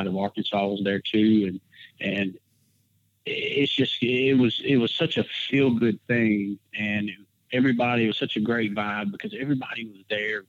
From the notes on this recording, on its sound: we found another time to record over the phone